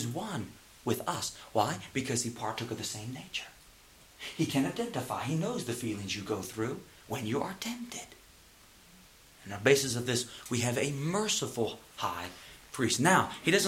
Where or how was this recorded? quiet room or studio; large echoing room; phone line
large echoing room